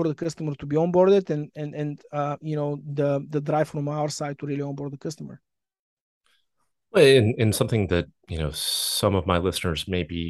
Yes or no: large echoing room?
no